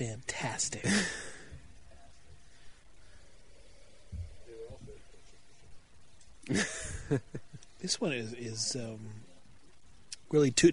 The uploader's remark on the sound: We're recording on the mobile rig outside, we have guests to share the beer.